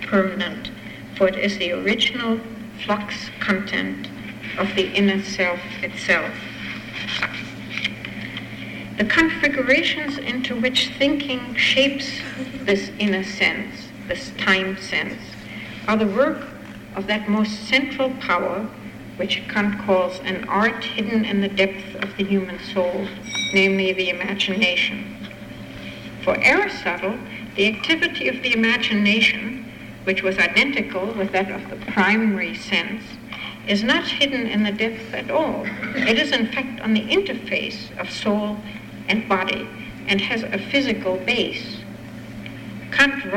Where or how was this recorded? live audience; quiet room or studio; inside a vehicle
live audience